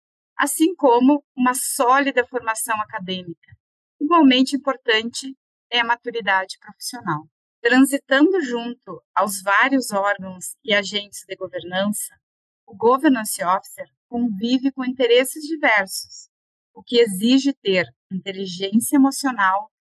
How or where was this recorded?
video call